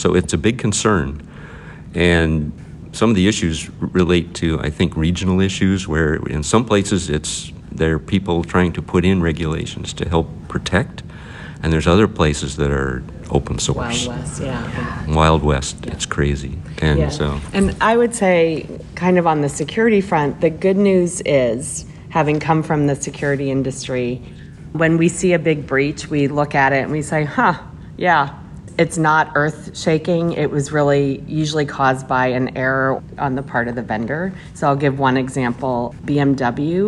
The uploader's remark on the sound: We had the opportunity to record onsite during the conference